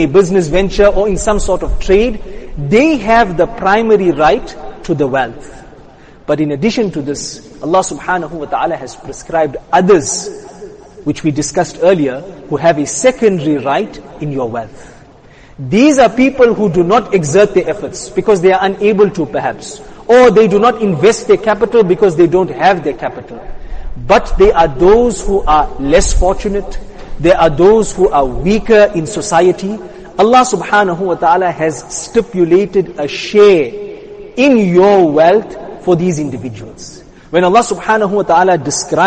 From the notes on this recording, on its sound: Jumuah lecture.